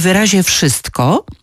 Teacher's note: Na przykład w wyrazie wszystko pomijamy często t.